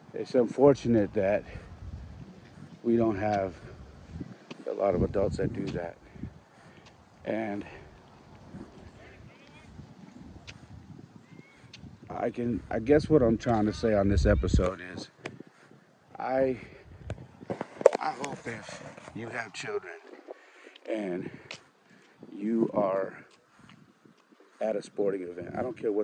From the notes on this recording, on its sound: I was rucking again so this episode was recorded while I was on the go!